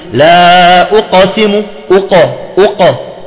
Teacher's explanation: لأنك إذا ضممت الشفتين سيعطي رائحة الضمة، الضمة تأخذ رائحة الضمة، القاف والقلقلة لا تكون، لا تميل لا إلى الفتح ولا إلى الضم